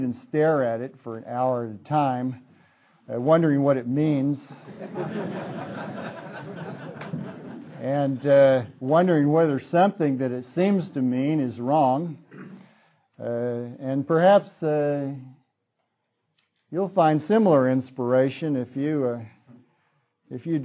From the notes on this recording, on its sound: Hayek Memorial Lecture. From the 2006 Austrian Scholars Conference.